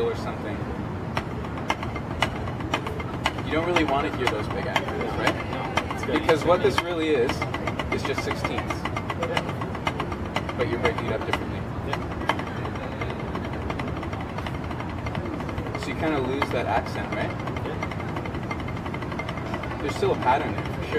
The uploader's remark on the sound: Thank you for your understanding on the background noise volume. I was learning how to mic things properly and have since seen major improvements.